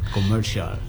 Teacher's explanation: R-nya agak sedikit tersembunyi